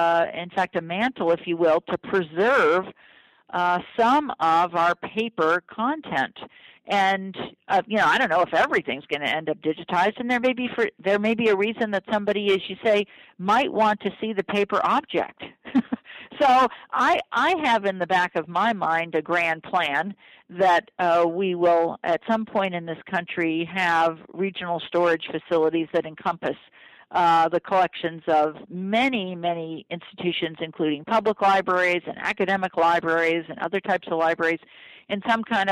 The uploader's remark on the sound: Got on the phone.